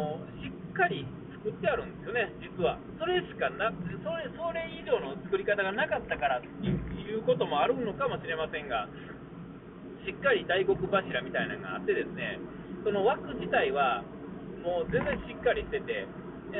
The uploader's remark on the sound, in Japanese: 音が悪いんですが、Bluetoothのスピーカーのマイクがよろしくない感じです。お聞き苦しいでしょうが、録り直しで喋れないので、このままのリリースという事で許して下さい。